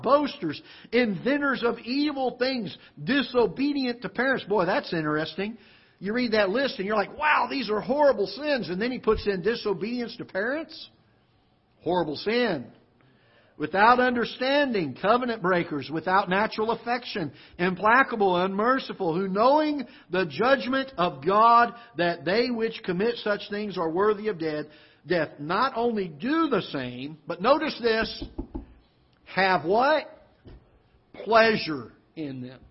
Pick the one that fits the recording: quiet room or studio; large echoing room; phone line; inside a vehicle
large echoing room